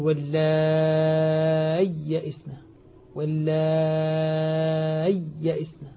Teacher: الحقيقة المذهب الذي عليه القراء والعلماء هنا أنه يظهرها، يظهر الياء فينطق بياءين، وبعضهم قال ينطقها بياء وسكت لطيف حتى تظهر الياءان.